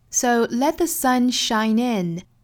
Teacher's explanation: 这一句话的重读呢，应该是放到最后一个小词 in 上面